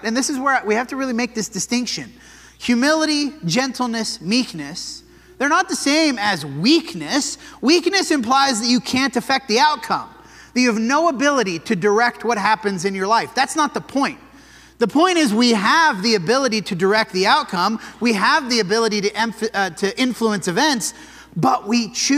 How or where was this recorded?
large echoing room